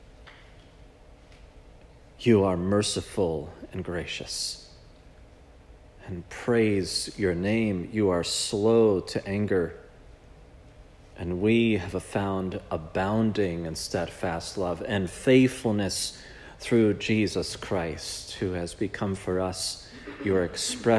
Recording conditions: large echoing room